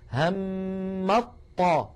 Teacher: يعني ما عاد في تاء في النطق، همت، وهذا فقط يا إخوة في حال الوصل. · Term: الإدغام